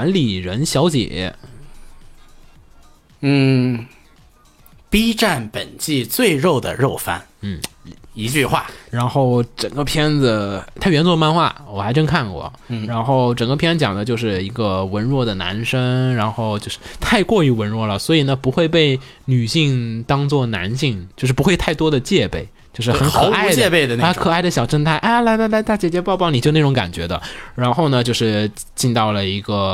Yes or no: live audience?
no